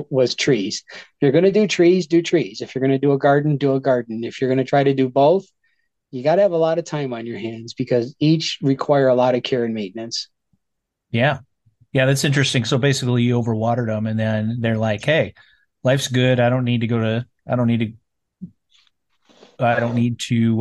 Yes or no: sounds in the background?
no